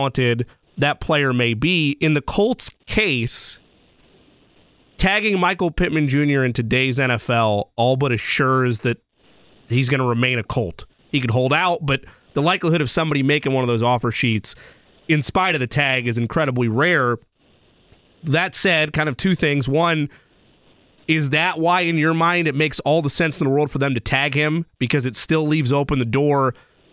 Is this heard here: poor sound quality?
no